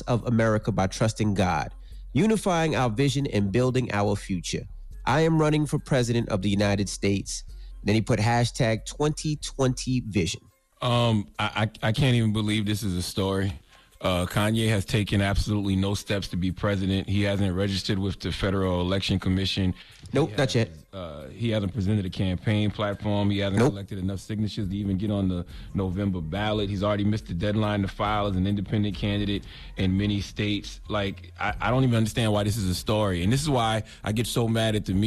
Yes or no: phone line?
yes